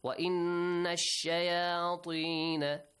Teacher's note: Nun mushaddad, extend the sound, plus khunna sound.